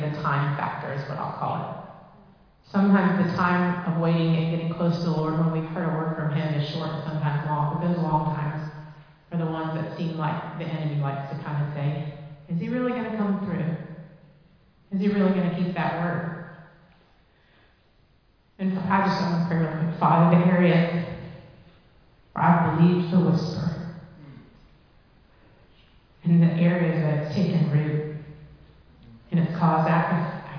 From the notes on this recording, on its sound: Recorded live in Liberty Church on 25 June 2023.